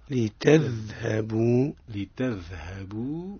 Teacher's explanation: الذال مرقق وهو رخوي